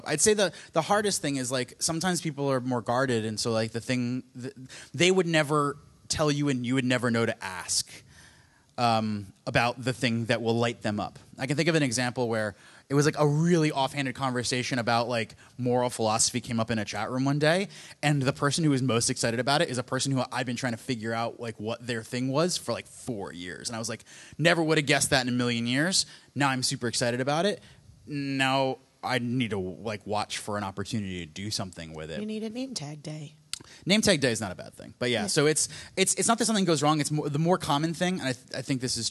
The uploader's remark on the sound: Live from the Philadelphia Podcast Festival